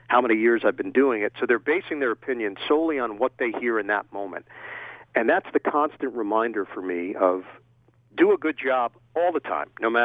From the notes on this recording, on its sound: over the phone